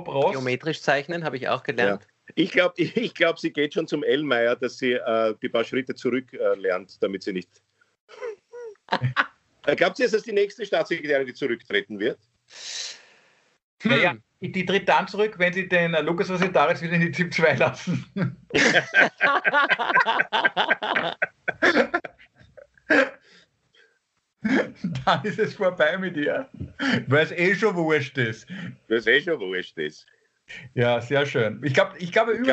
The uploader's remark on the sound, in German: Aufzeichnung einer ZOOM Session vom Montag, 8.